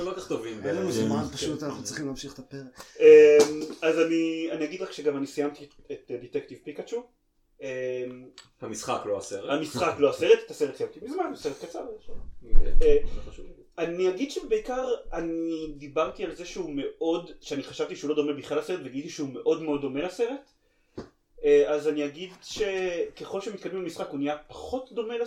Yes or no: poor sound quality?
yes